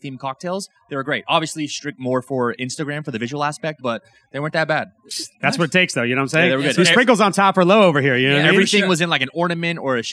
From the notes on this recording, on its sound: We are back with our first ever episode on the road! We recorded this episode from the world’s largest sportsbook inside the brand new Circa Resort & Casino in Downtown Las Vegas.